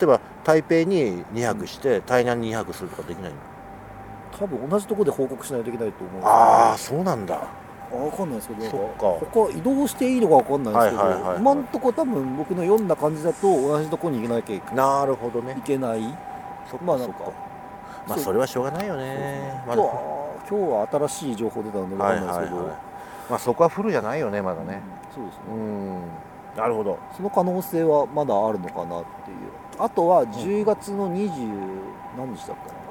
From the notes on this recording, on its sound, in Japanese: 今回の収録は札幌大通公園で